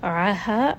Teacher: ayn is going to be from the middle of the throat.